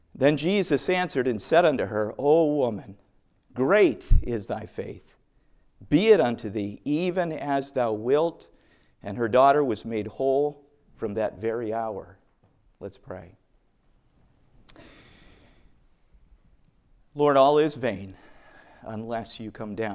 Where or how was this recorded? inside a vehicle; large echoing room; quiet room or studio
large echoing room